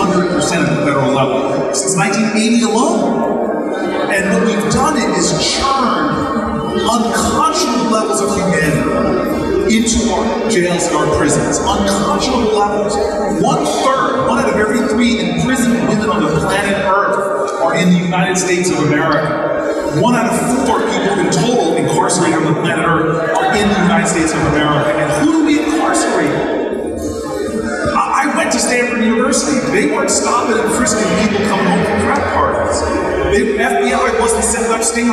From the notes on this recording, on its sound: first ever live podcast